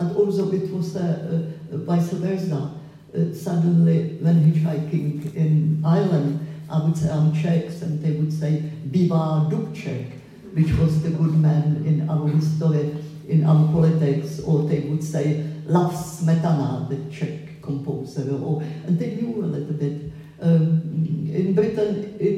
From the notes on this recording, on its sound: at a public event held at Stills, Edinburgh on 12th August 2023